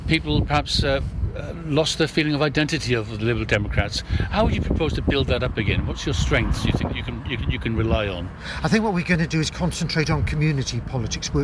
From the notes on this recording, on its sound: Live at the Senedd Election Count